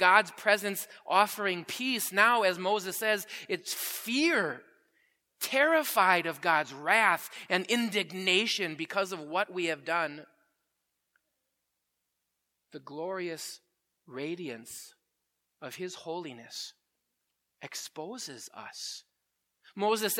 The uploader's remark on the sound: Preached at Grace Ev. Lutheran Church.